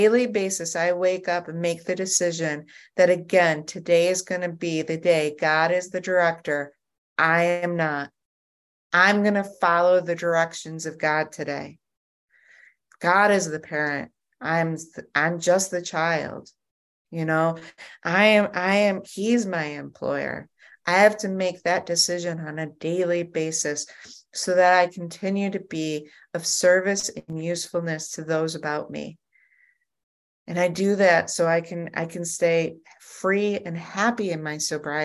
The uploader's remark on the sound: at the Grace Group Zoom Series in Hattiesburg, MS.